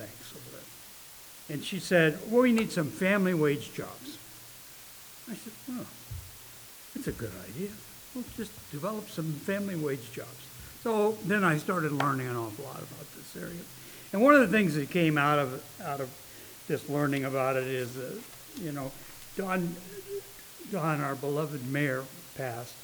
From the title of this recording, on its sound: Live recording of Seaside City Council meeting